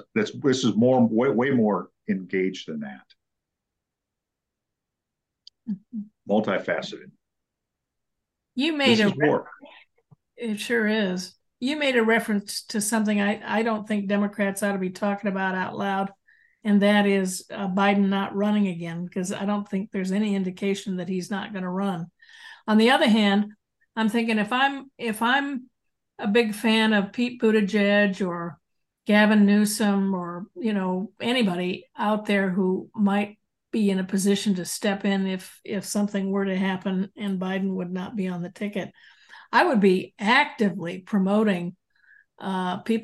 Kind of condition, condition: link, video call